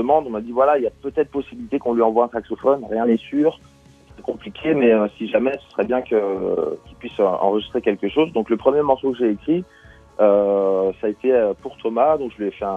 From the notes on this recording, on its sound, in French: On en parle ce midi par téléphone avec son auteur.